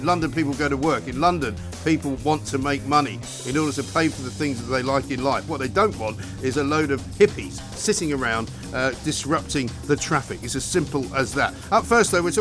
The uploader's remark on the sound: Live from the Conservative Party Conference.